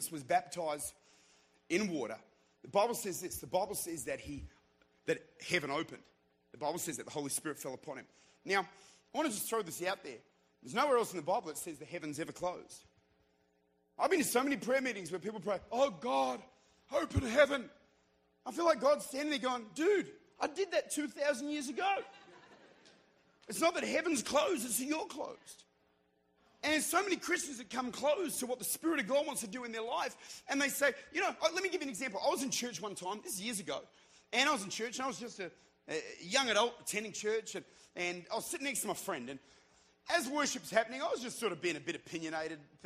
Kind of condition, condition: setting, large echoing room